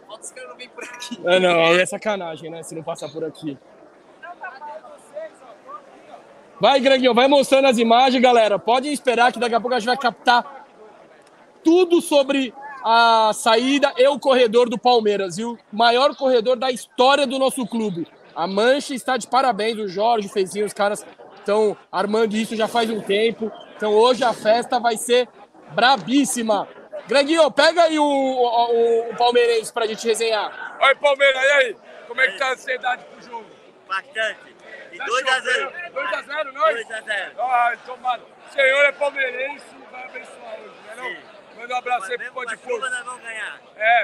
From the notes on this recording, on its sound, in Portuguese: LIVE PODPORCO DIRETO DO CORREDOR ALVIVERDE! Podporco entra ao vivo direto das Alamedas para mostrar toda festa da torcida alviverde.